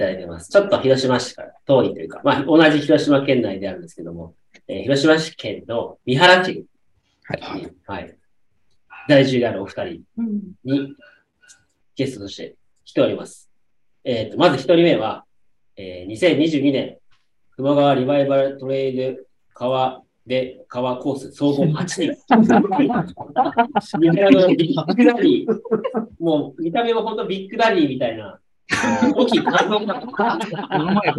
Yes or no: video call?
yes